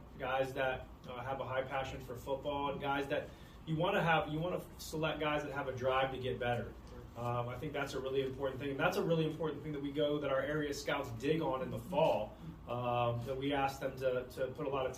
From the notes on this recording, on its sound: spoke to the media in the team's Post Day 1 NFL Draft Press Conference